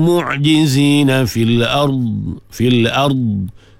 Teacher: Pegang dhad, jangan lepas. Dia akan jadi qalqalah, jadi salah. Sebab dhad bukan sifatnya qalqalah.